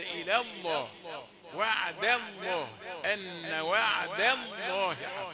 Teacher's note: يحذر من الحرف المرقق قبل لام الجلالة المفخمة